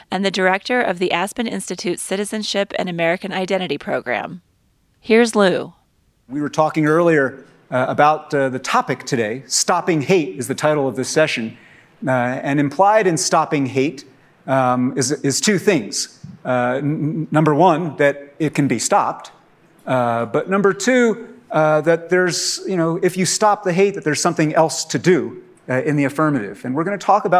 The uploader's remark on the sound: In this panel at the 2022 Aspen Ideas Festival